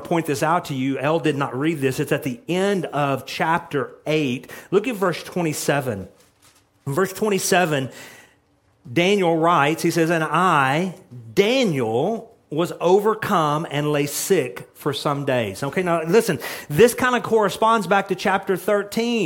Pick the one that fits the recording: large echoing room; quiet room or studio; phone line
large echoing room